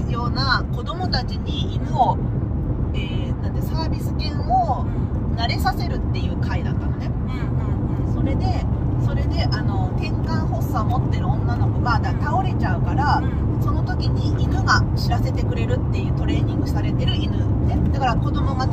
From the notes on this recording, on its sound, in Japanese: ドライブトーク！今週はアリゾナ州フェニックスから、マリコパという町までのドライブ中に収録をしました！ （雑音が多くて聞きづらかったらごめんなさい。。。）。車から見える景色をできるだけ言葉で説明しつつ。